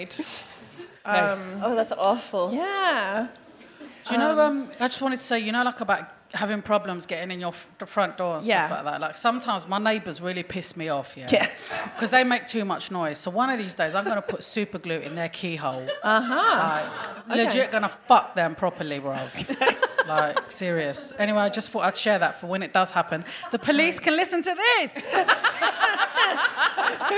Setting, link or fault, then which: setting, live audience